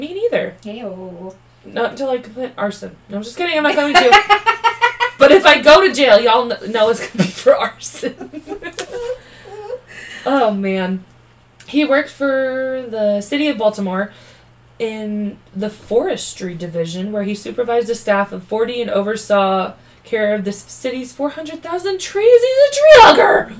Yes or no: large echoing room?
no